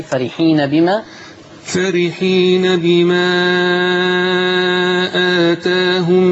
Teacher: كلمة آتاهم اللي اجتمع فيها البدل مع ذوات الياء اللي هي الألف اللي هتبقى فيها فتح وتقليل في ذات الكلمة